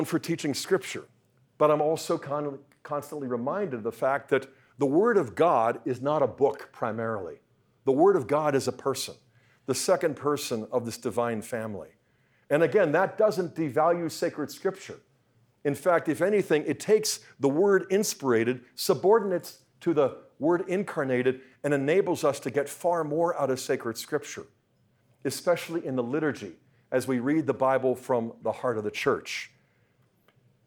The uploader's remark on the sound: talk was part of the Speaking the Truth in Love Conference, sponsored by the Catechetical Institute at Franciscan University of Steubenville